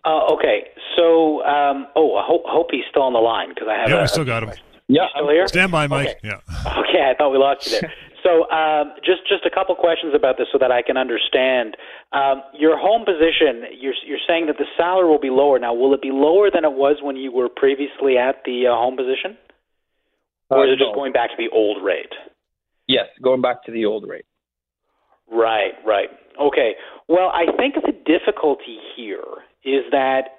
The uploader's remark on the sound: answer these questions as well as your phone calls